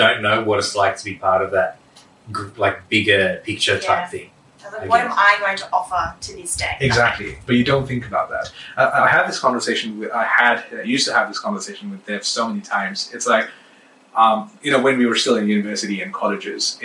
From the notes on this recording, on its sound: Apologies for slight audio issues - microphones not working